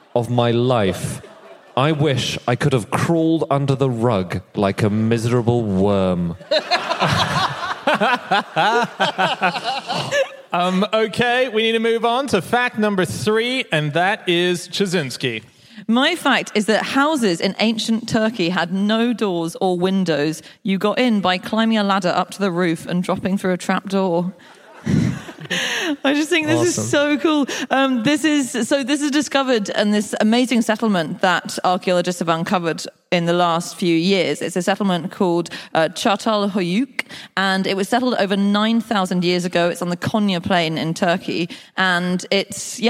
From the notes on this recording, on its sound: Live from Newcastle